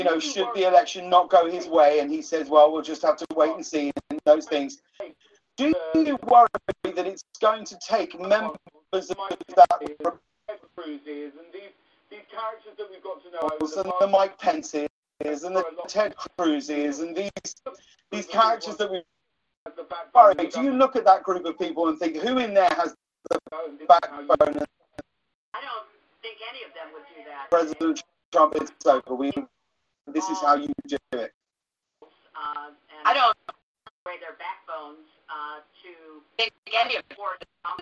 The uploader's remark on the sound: your phone calls